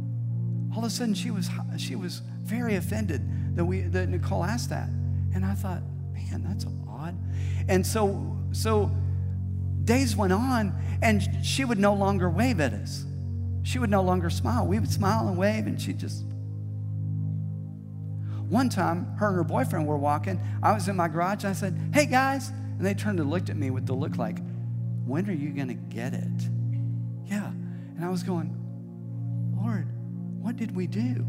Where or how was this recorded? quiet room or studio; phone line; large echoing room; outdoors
large echoing room